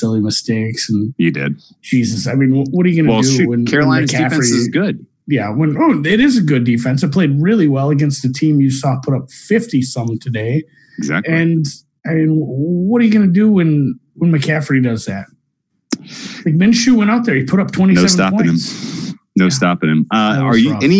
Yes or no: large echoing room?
no